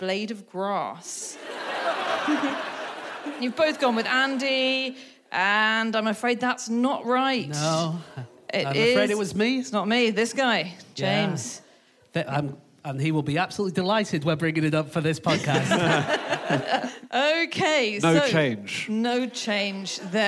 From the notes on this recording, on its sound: Live from the Bloomsbury Theatre, London.